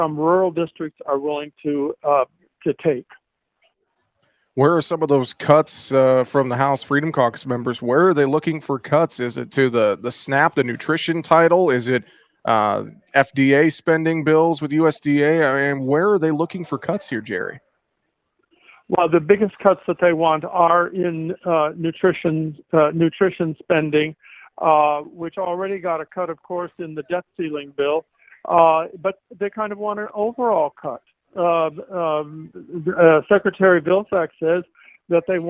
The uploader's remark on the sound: Tuesday on AOA, we broadcast live from the Moving Iron LLC Summit in Nashville, TN.